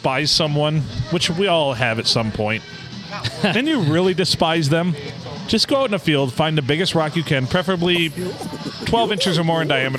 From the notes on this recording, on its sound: Recorded on a Sunday at the World-Famous Blue Water Sports Bar and Grill in not so World-Famous Downtown Port Sanilac.